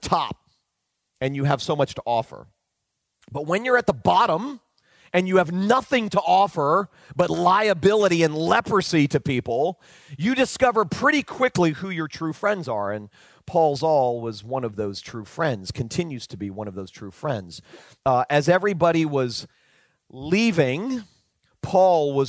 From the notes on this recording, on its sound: delivered back in March 2019 at Spring Hills Church (Santa Rosa, California)